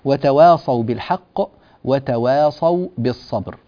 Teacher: التاء مرققة، لكن نعم الصاد مفخمة